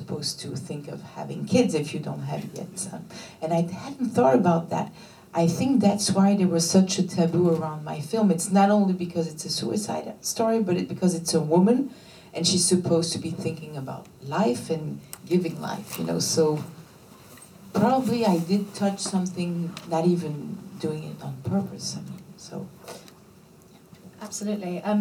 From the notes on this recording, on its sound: This LIVE podcast was recorded at the Raindance Film Festival.